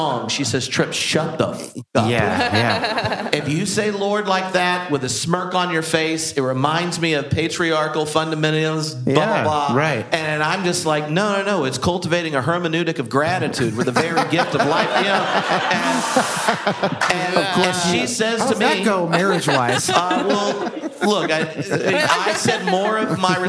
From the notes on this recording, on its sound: This episode is the final panel from our live event in Seattle.